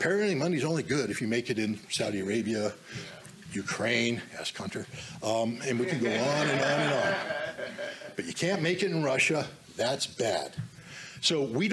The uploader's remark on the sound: speaks to the Summit Against Hypocrisy 2023 in Washington DC